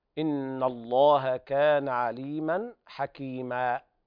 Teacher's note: عند الوقف على ألف التنوين تقلب ألفا مادية بمقدار حركتين لا تزيد ولا تنقص